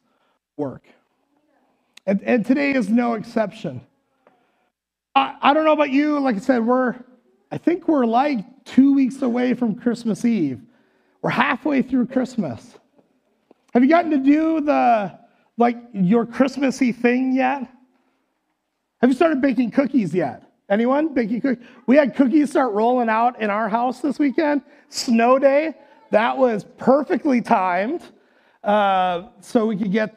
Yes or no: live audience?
yes